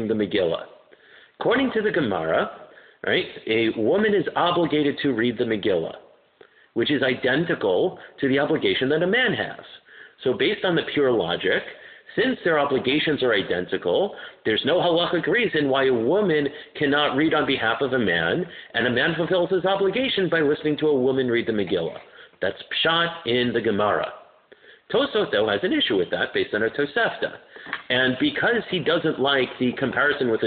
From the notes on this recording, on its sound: My apologies for the poor audio quality; the batteries in my recorder ran out so I used my cell phone to record.